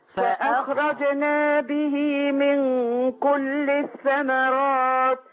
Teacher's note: خلي بالك من السواكن ما تحركهاش، ما تقوليش فأخرجنا. خلي الخاء تجري معاكي.